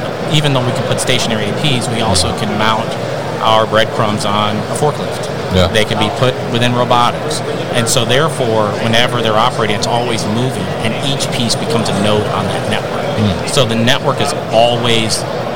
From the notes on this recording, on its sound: Rajant at MODEX 2022